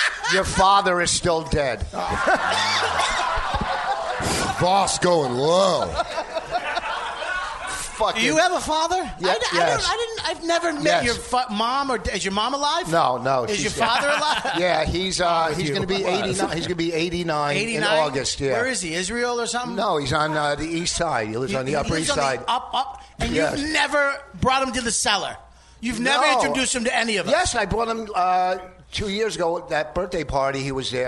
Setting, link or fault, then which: setting, live audience